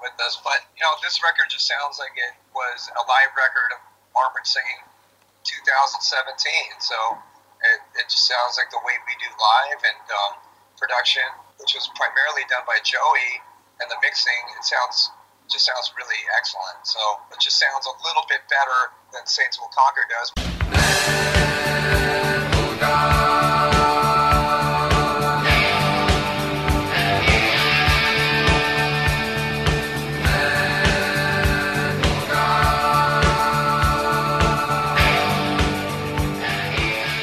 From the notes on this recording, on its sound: Sound Quality isnt Always great